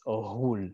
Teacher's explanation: So if you read it, you might say Ogul, but it's not a G, it's Ohul with like a G-H. It's almost like a rolling R.